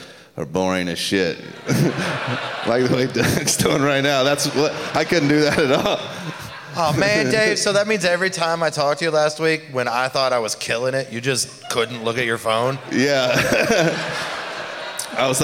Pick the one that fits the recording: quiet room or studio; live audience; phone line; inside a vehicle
live audience